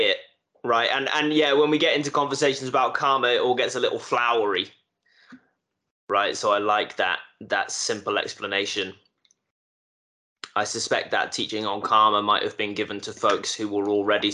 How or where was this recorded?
video call